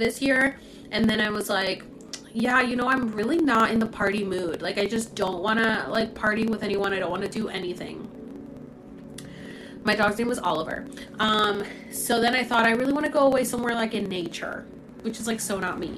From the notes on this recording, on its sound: This is from a TikTok Live so I apologize for some of the mumbling while I read your comments. Sorry for the feedback on the sound!